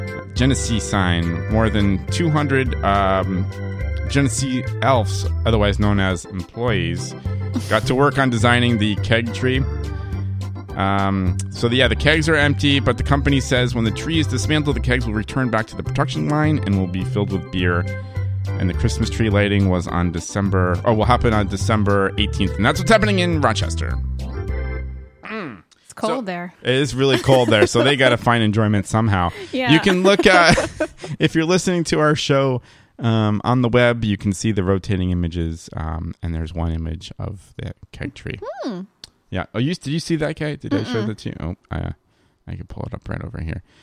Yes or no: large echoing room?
no